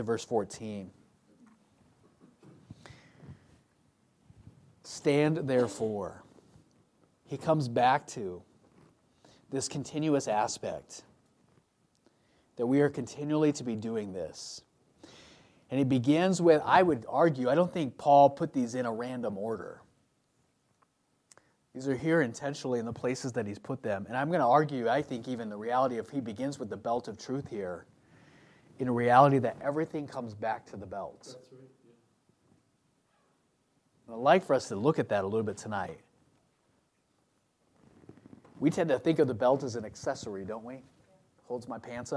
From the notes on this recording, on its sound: From the pulpit of Royal View Baptist Church.